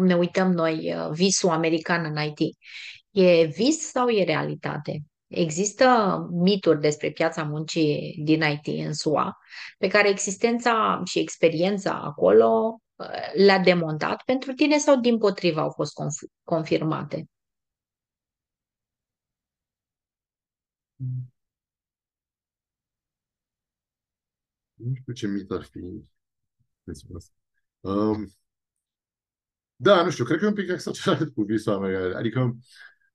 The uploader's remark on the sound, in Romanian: Ne-am auzit pe Zoom